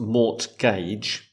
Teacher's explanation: It's spelt with a T, but the T is silent. So mortgage comes from French, which makes sense with the pronunciation.